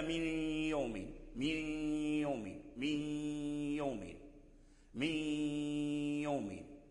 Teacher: أي أدغموا النون الساكنة والتنوين في الياء، لكن أبقوا الغنة